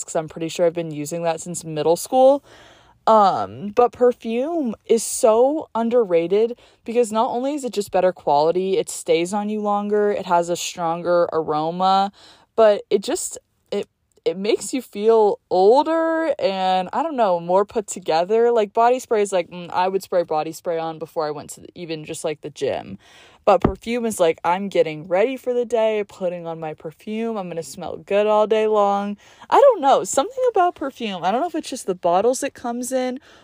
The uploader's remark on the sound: I’m home on spring break and got to record this episode in my car hehe.